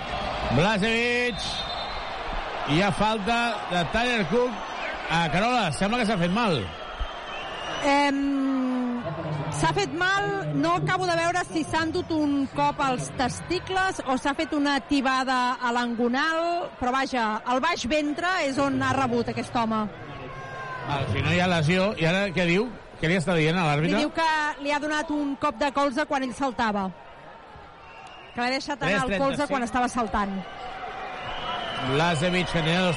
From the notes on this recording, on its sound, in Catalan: Transmissió en directe del partit